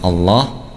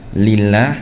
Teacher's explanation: Selainnya, maka lam dibaca dengan tipis. Misal Allah, ya, dibaca tebal. Lillah dibaca tipis.